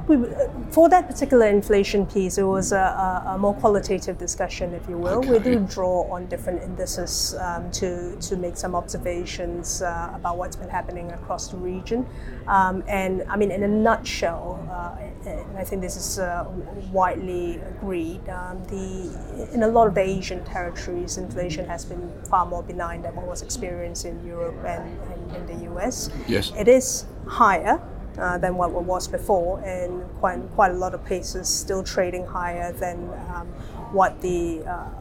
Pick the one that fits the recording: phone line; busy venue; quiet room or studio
busy venue